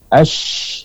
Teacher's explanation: ketika kita mengucapkan huruf shin, ini seperti ada menyebarkan angin · Term: tafasyi